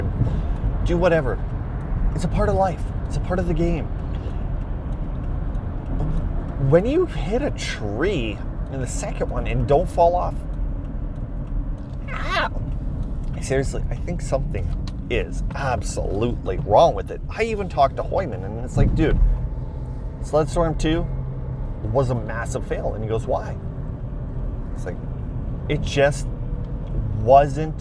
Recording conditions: inside a vehicle